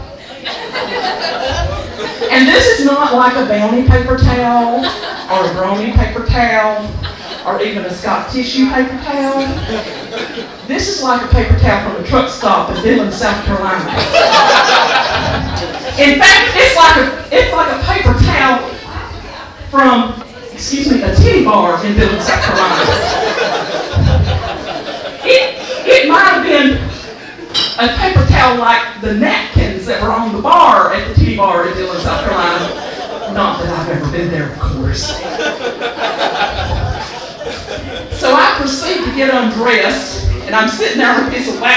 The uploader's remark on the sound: Recorded at Tir Na Nog in downtown Raleigh